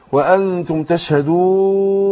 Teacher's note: ممكن انا بقرا اقف على الحركتين وممكن اقف في العرض للسكون هنا على اربع حركات